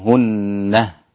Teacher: هن ولهن إذا وقف عليها الإمام يعقوب وقف عليها بهاء السكت